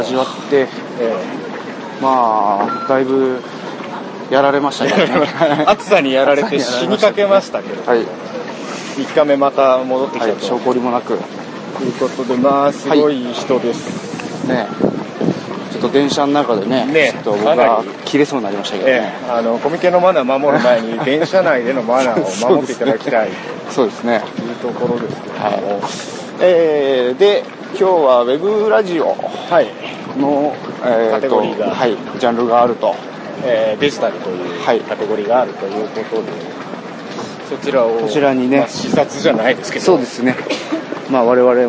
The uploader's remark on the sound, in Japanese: 今回は収録環境の都合上、雑音が非常に大きくなっております。